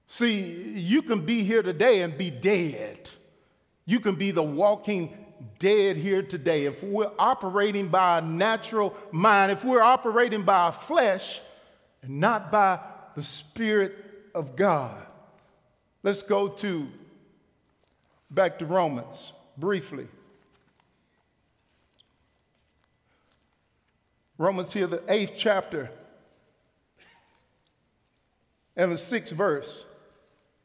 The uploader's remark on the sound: Recorded live at The Fellowship at Two Rivers on July 28, 2019. TR campus.